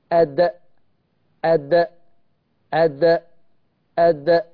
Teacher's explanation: حرف الدال من ظهر طرف اللسان مع أصول الثنايا العليا · Term: مخرج الدال